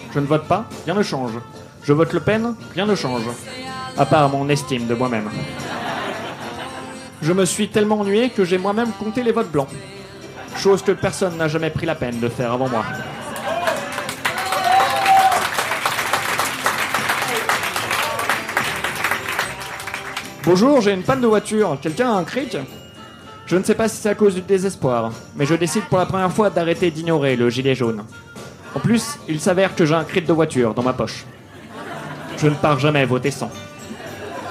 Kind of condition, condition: setting, live audience